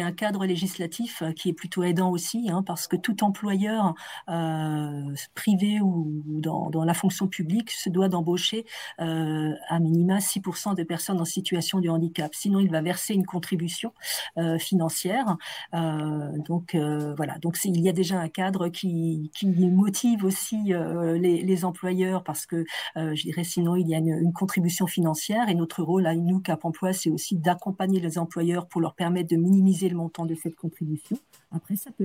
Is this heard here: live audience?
no